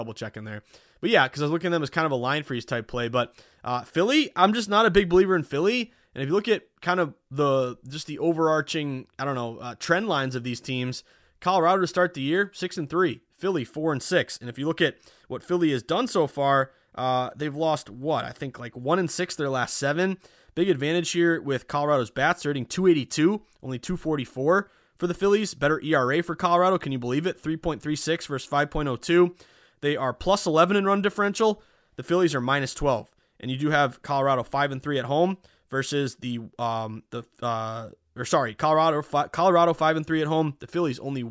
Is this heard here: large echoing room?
no